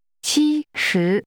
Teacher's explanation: The tones are high level and rising.